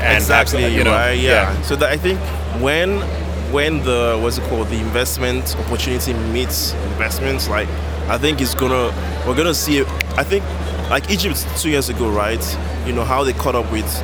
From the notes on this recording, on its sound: Live conversations from the GITEX AFRICA Morocco tech startup showcase. This month's special #APSVibecheck Podcast episode features live conversations from the GITEX AFRICA Morocco tech startup showcase.